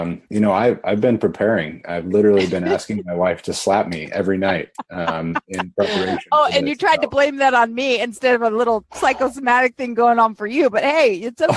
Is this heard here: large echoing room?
no